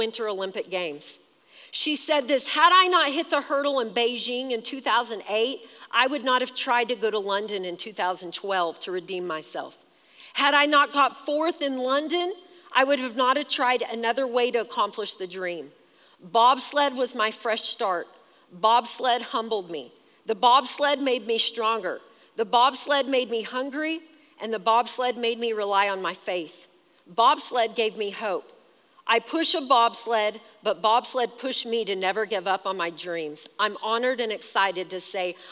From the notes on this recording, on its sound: Recorded live during our Wednesday night service